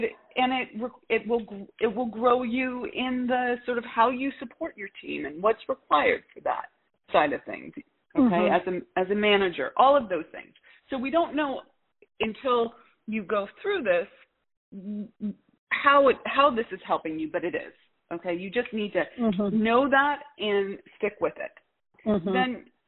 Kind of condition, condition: link, phone line